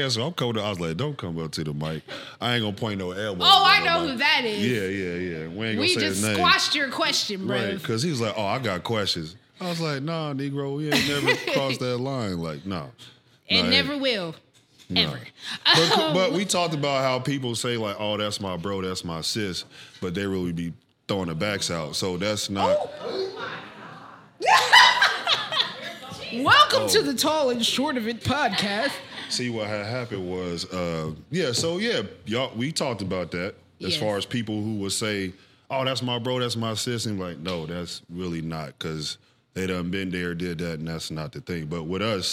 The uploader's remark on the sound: Live Audience